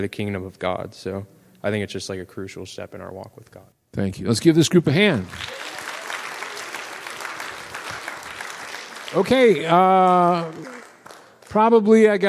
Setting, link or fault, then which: setting, large echoing room